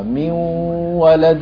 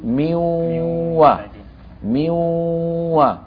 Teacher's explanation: أيوة من ولد هذا إدغام بغنى. أدغمنا التنوين في الواو. وتبقى الغنة فنقول ميوة ميوة لابد من بقاء الغنة.